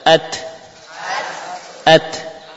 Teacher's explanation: perhatikan makhraj ta, yaitu ujung lidah dengan pangkal gigi seri atas